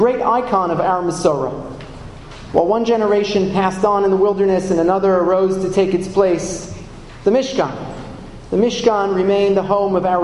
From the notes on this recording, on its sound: Keynote address at The Jewish Center in New York. This lecture was delivered as part of his engagement with Yeshiva University.